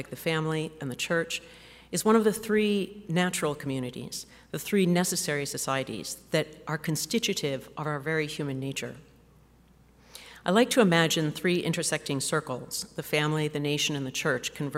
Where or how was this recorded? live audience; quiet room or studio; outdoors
live audience